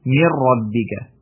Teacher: For example, the word min rabbika. We actually read it as mir rabbika. So there is no sound of noon in it. So it was idgham.